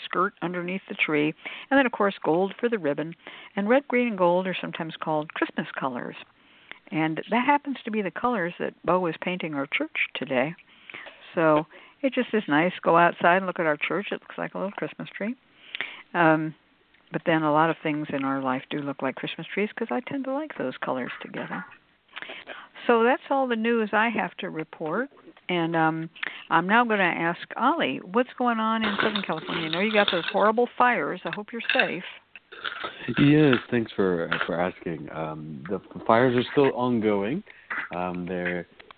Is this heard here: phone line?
yes